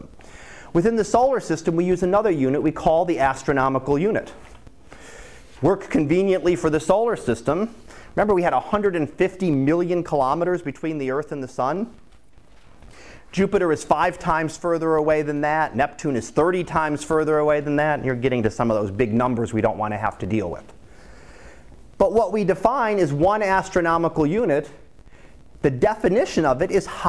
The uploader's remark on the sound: Live Class Lecture